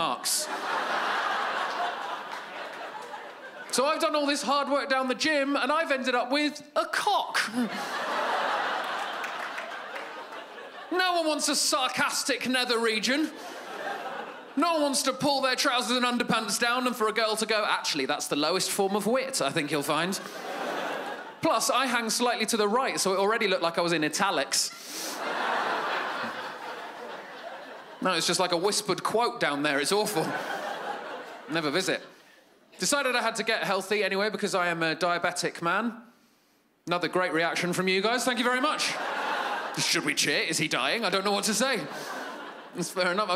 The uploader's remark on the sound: stand up from the Just For Laughs Festival in 2015